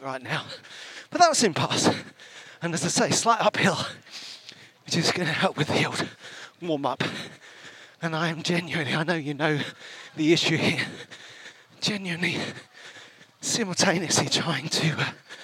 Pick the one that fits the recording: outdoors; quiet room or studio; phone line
outdoors